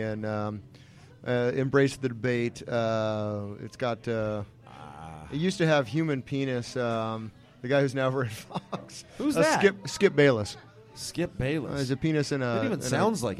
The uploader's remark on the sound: on location at the Mission Oaks Cafe